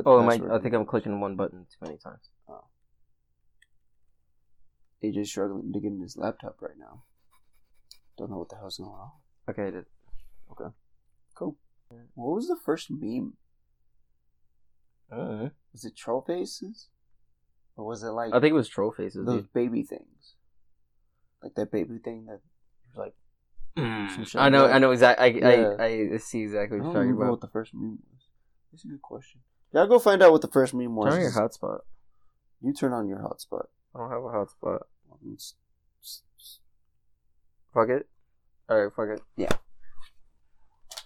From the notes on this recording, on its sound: The audio in the episode varies as you know we are still learning a lot about audio. A re-recorded podcast, we messed up the first recording and now where here.